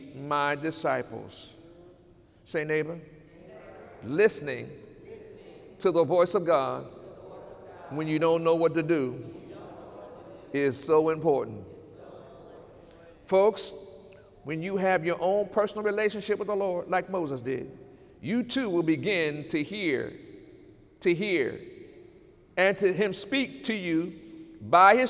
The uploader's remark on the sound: During Sunday morning service